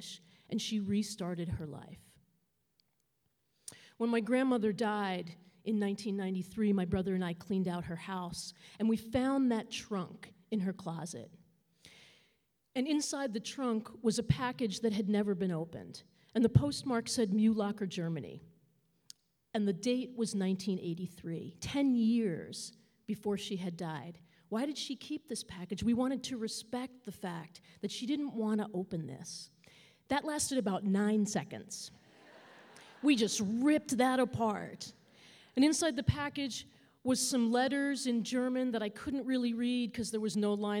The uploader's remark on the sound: New England Public Radio and the Academy of Music Theatre collaborated to present four live Story Slam events at Hinge in Northampton, MA in 2014-15.